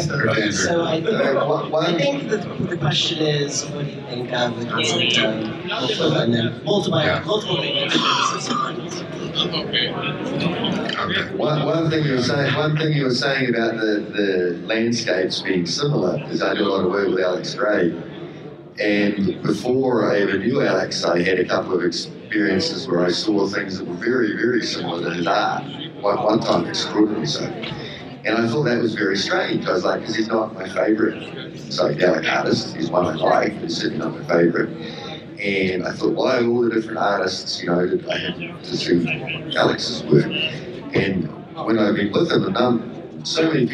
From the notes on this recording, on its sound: Taped live at the first ever Los Angeles based psychedelic symposium (LAPSS)